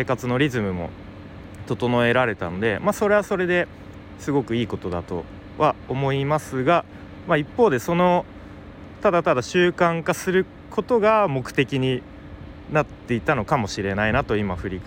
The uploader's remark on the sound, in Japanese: 外で収録したので音が悪いかもしれません